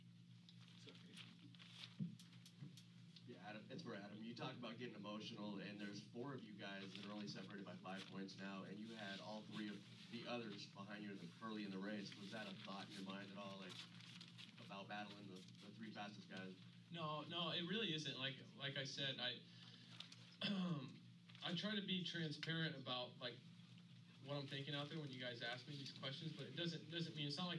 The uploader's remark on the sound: This is the press conference for the 250 class from round 4 of the Monster Energy AMA Supercross series from Oakland California.